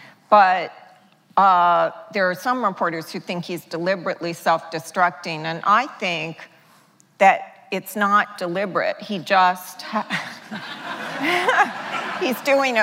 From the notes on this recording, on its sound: The conversation was recorded on Oct 24, 2016 in front of a live audience at New York's 92nd Street Y.